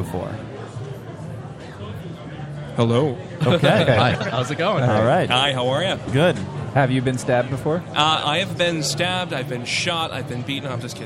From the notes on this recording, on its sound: We are live at day 1 of the Rhode Island Comic Con!